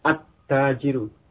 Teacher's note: lamnya masuk ke ta